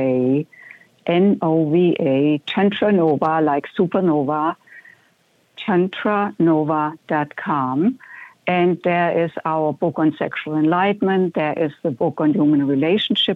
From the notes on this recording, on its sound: It's Open Phones across America.